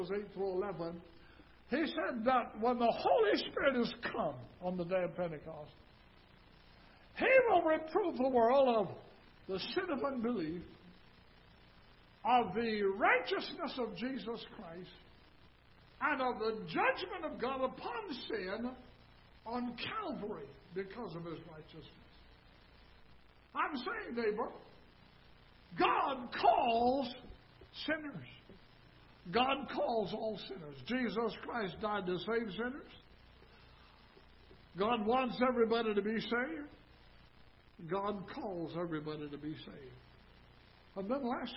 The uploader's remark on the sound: Ketha Heights Baptist Church ~ Live Broadcast